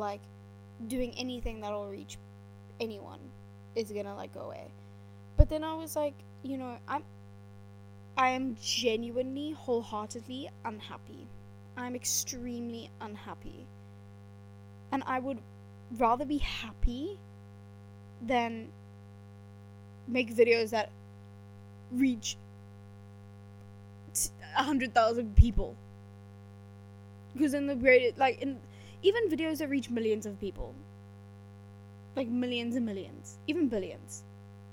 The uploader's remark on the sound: Apologies for the poor quality sound - we are working on this for the future.